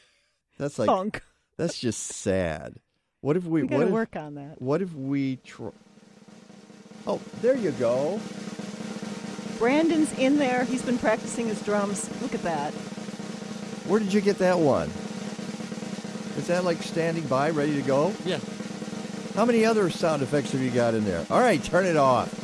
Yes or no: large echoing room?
no